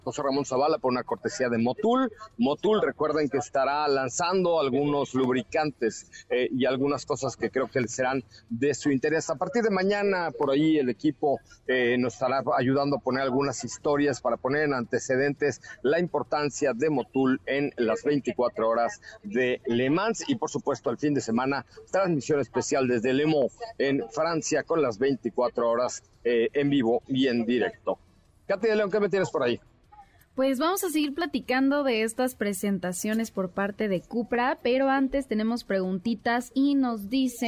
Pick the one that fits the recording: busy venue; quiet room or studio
busy venue